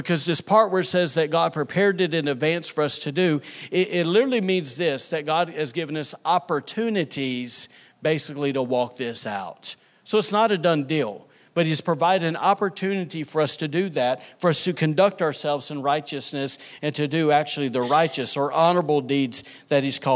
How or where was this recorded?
large echoing room